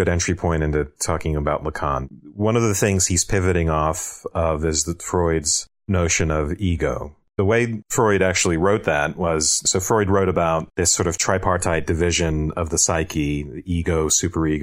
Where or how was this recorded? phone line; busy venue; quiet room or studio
quiet room or studio